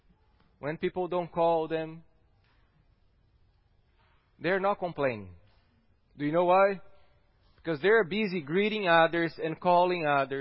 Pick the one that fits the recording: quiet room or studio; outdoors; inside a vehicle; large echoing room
large echoing room